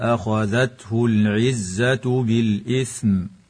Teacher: وتظهر لام ال في كلمة العزة لوقوعها قبل العين